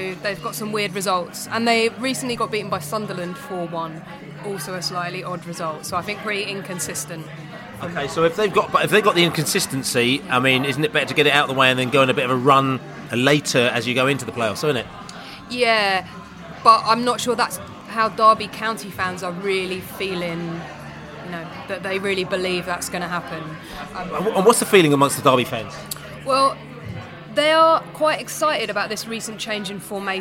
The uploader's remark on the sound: podcast from the Pub